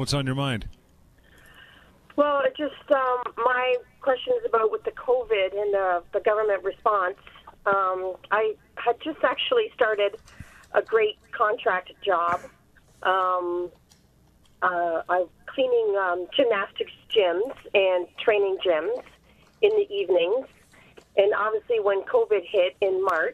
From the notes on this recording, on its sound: taking your phone calls